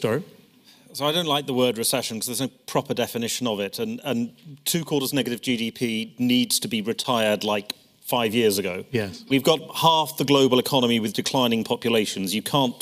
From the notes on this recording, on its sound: Growth Summit 2023: Chief Economists Briefing. This is the full audio of the Chief Economists Briefing session at the Growth Summit.